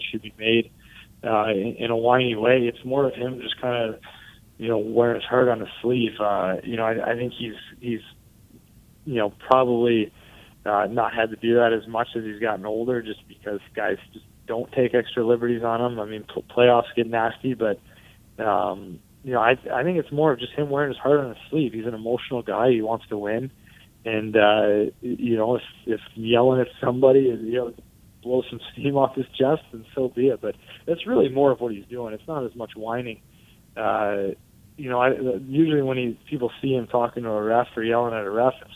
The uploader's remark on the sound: Sits down in studio with former University of Michigan Basketball player. On the phone.